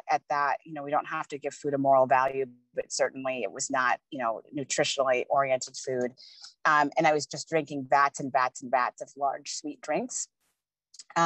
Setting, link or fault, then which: link, video call